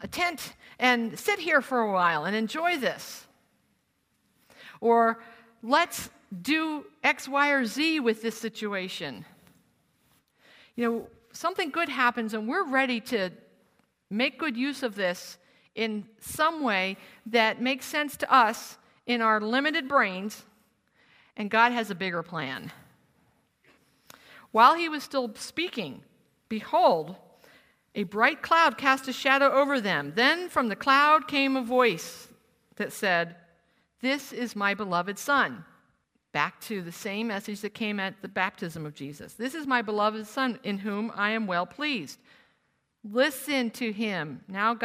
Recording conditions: live audience